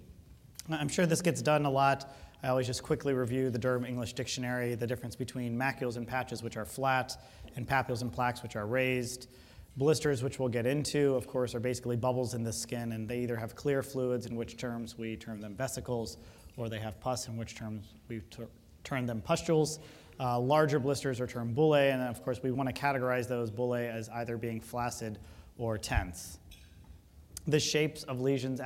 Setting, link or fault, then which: setting, large echoing room